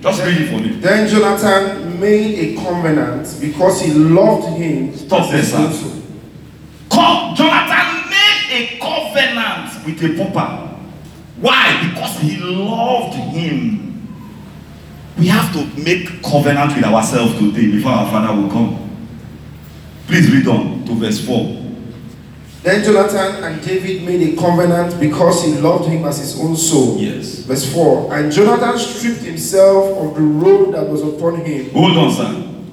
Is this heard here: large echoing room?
yes